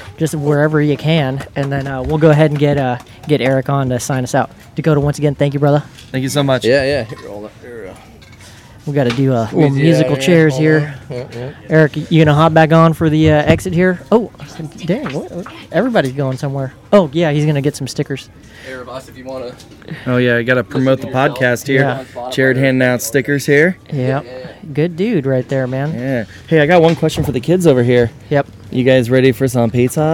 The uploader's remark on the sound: On location from Rigs & Brews. I hope you enjoy our first ever on location podcast from Rigs and Brews!!!